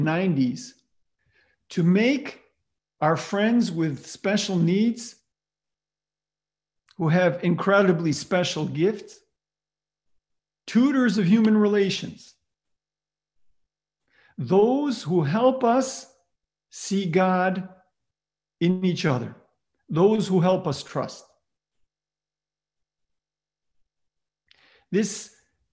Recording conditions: video call